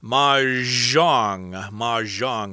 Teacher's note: They always put the zh sound in there uh, on certain Chinese words.